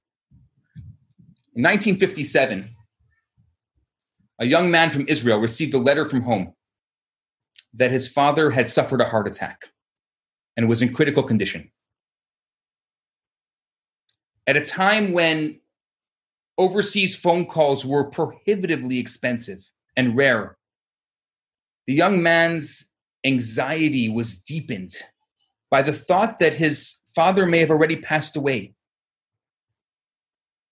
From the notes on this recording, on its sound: Recorded Live on Zoom